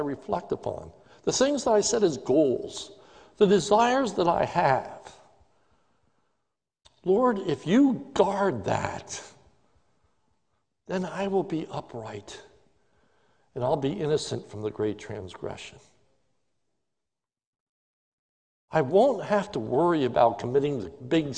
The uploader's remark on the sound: This is a sermon recorded live at the Lebanon Bible Fellowship Church in Lebanon, PA on 12/27/2020 during the morning service